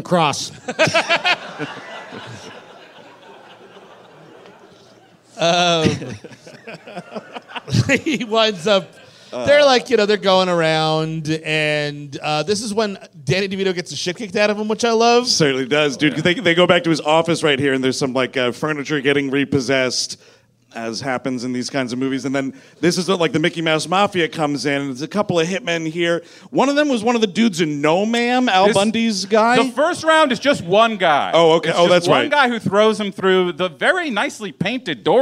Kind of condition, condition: setting, live audience